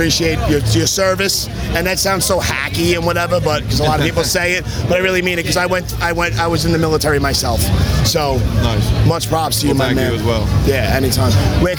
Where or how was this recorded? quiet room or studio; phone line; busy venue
busy venue